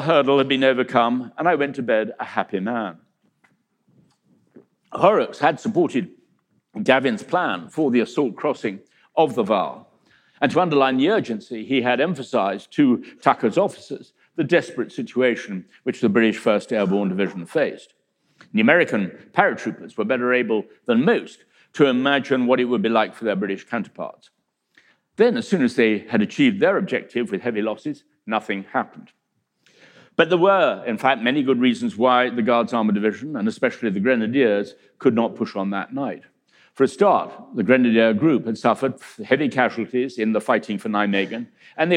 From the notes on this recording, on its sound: In a talk that he delivered at our 2019 BBC History Magazine History Weekend in Winchester